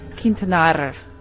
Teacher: Oh, roll your R slightly.